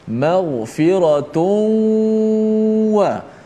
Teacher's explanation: memasukkan suara nun mati pada tanwin maghfiratun itu dalam huruf waw jadilah dia seperti huruf bertasydid · Term: idgham al gunnah